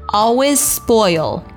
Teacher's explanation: 因为 always 的 z 的音和 spoil 的 s 的音舌位是一模一样的啊，只不过一个是浊辅音，一个是清辅音，所以说咱们就读一个就可以了